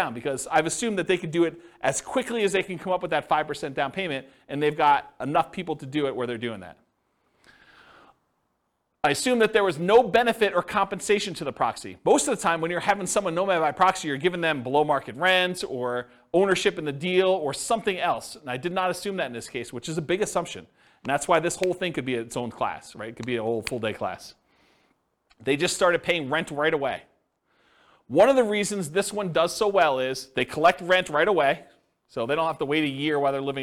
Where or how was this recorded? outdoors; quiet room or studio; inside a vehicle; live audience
live audience